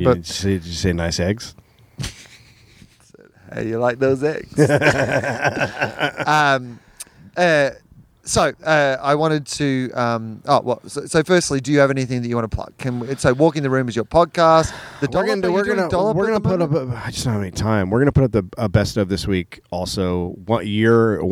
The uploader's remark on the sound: On the roof. The sweet sounds of LA at night.